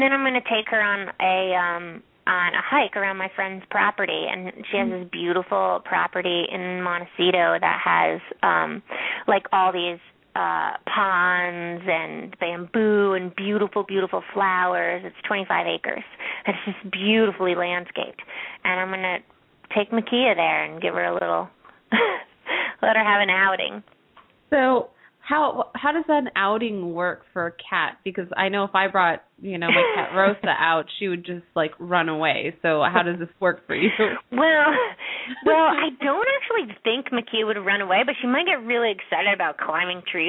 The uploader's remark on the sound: open up the lines for listeners to call